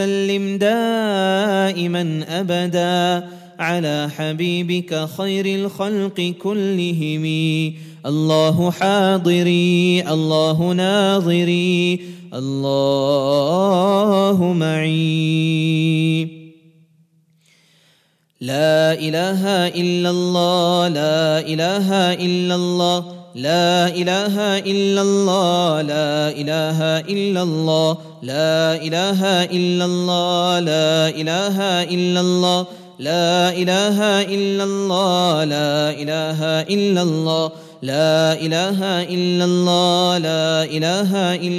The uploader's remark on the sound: at the Houghton Masjid (West Street)